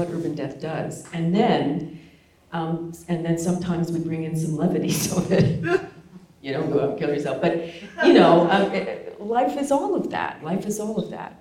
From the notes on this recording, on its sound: We’re continuing our Midsummer Scream coverage with another panel recorded live from this year’s show.